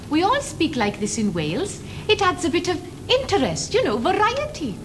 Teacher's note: the Welsh woman using that extremely characteristic rising, falling pattern